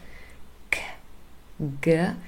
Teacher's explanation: k and g are formed right at the back of our vocal tract, and we call these velar sounds. Now, that is because g and k, if you say them and just pay a little bit attention where your tongue is and what movement you have, g. · Now, that is because g and k, if you say them and just pay a little bit attention where your tongue is and what movement you have, g. So the back of the tongue is involved in forming the sound, not the tip, not the sides, it's the back